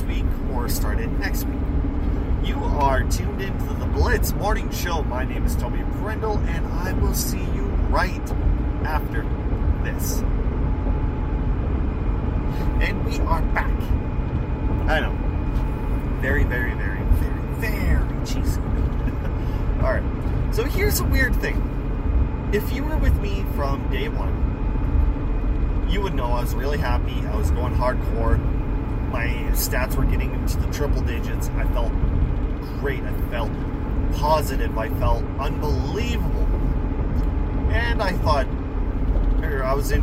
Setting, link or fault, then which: fault, background noise